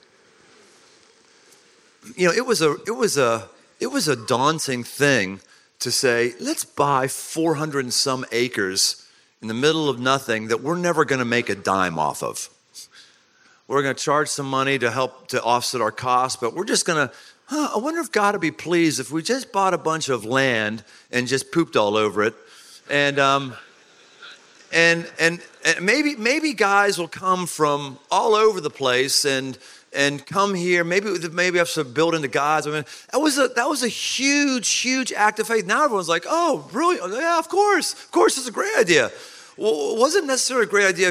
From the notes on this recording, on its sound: Live at Man Camp. Surrounded by thousands of men.